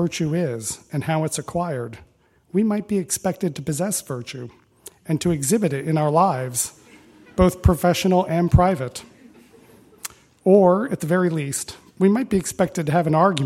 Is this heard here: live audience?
yes